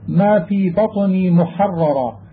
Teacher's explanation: وجب أن يبين تشديد الأولى مع إخفاء تكريرها مفخمة، وتفخيم الثانية بعدها مخففة مع إخفاء التكرير أيضا